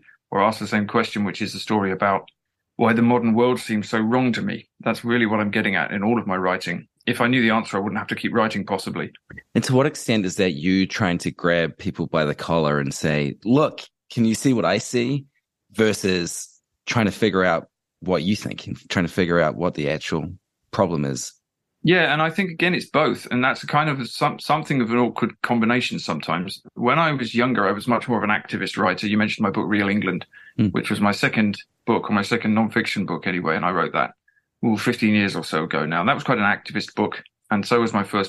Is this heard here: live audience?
no